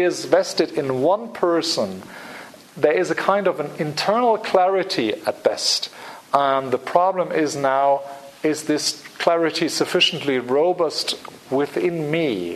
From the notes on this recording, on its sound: Public Seminar Series, Hilary term 2014. Recorded on 5 March 2014 at the Oxford Department of International Development, University of Oxford.